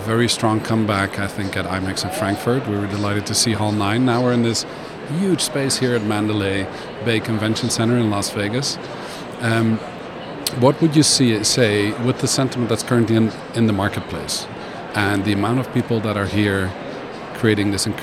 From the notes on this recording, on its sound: Live from #IMEXAmerica